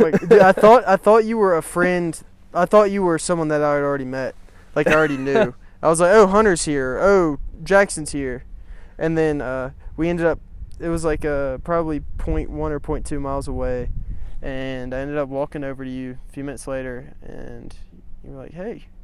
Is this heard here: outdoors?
yes